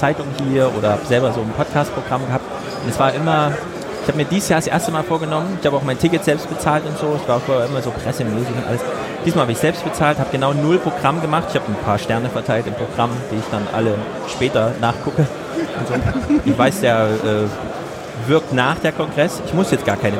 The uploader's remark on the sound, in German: Der Sendegarten ist “vor Ort” beim Chaos Communication Congress 2017 in Leipzig. Hatten wir unseren Recorder angeworfen und Gäste in den mobilen Sendegarten eingeladen.